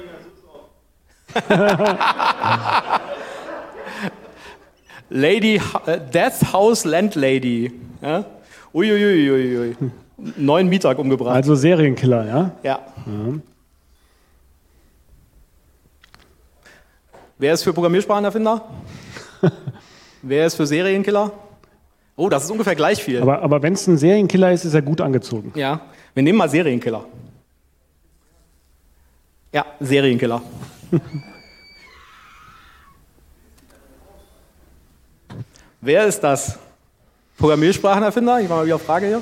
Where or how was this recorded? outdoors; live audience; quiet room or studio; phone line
live audience